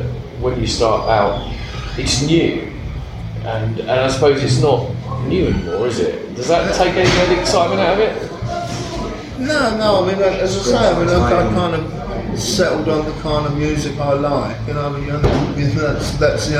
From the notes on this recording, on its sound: The interview wasn’t recorded for broadcast so its backstage, rough-and-ready aesthetic is by accident not design.